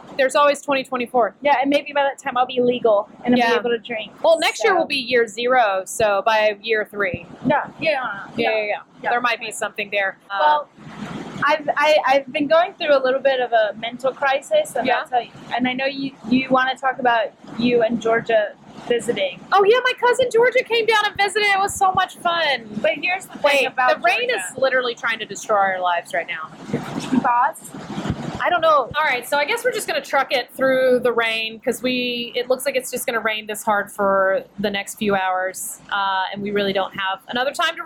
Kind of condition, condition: fault, background noise